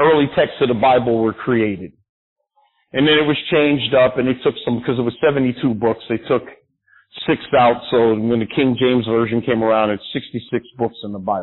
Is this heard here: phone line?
yes